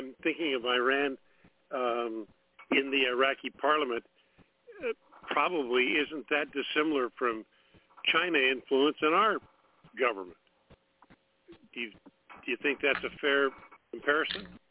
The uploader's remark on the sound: TNTSuperfantastic Conference Call.